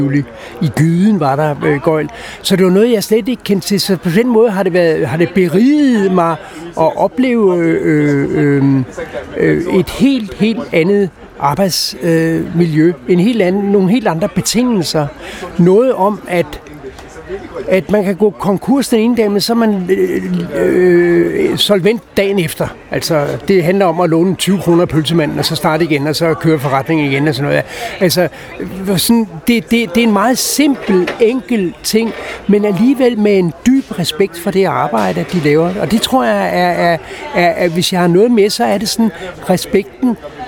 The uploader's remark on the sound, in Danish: Optaget på Nimb Bar, Tivoli, København.